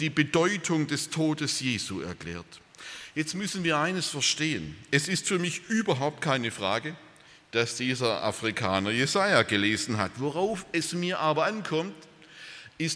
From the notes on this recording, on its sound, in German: Aus dem Gottesdienst der Liebenzeller Mission.